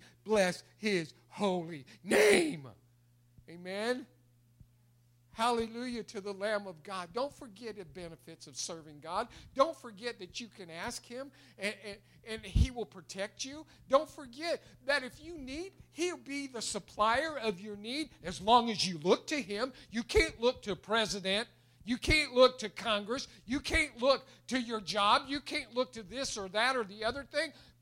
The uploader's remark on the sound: It was recorded March 21, 2021 at Open Bible Church in Lawrenceburg, KY.